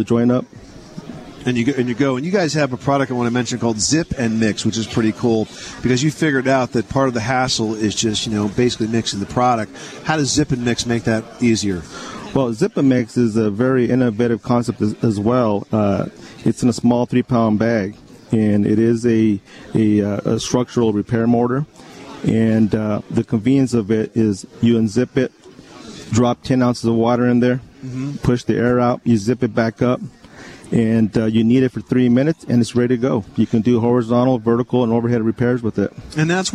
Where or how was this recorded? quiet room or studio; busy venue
busy venue